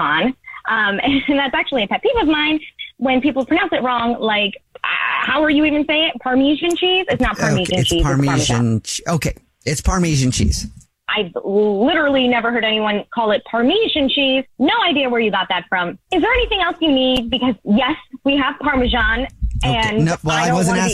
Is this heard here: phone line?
yes